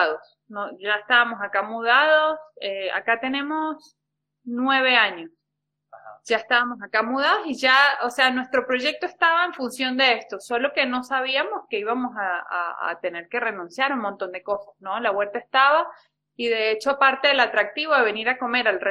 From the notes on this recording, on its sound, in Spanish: Audio de la charla en vivo por Instagram